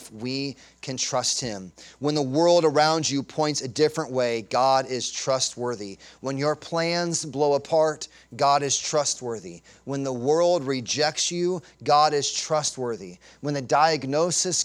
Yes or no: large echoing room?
yes